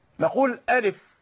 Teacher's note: نطقناها باسمها بهمزة ولام وفاء وليس في وسطها حرف مد لنمده